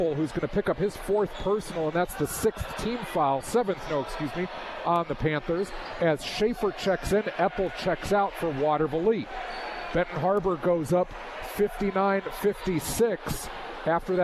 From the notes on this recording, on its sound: As you heard on News/Talk/Sports 94.9 WSJM. All of the action from Farnum Gymnasium as Watervliet headed to Benton Harbor to face the Tigers.